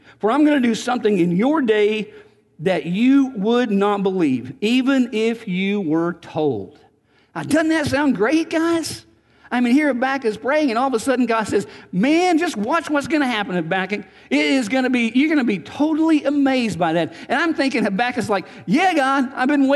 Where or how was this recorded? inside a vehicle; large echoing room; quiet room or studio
large echoing room